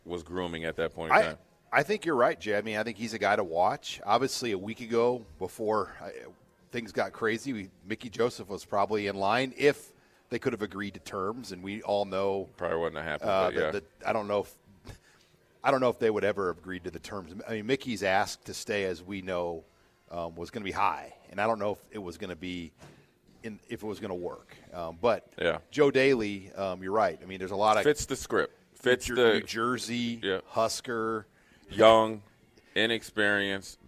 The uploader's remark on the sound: Live from Tanner's